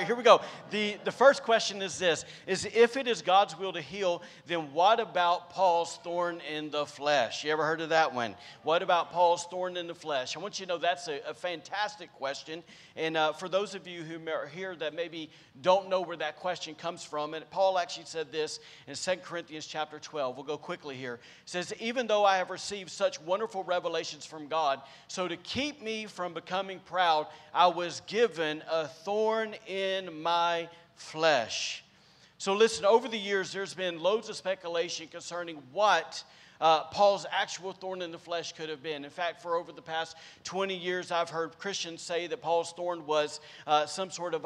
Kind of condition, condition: setting, large echoing room